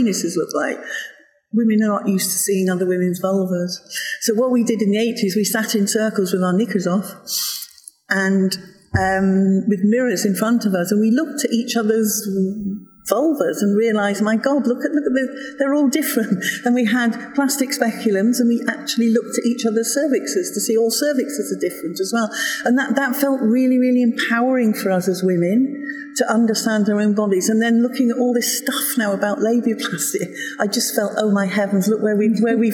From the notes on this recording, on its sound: talking at the Faculty of Sexual & Reproductive Healthcare (FSRH) Annual Scientific Meeting held at Edgbaston Stadium, Birmingham, UK on 17–18 May 2018.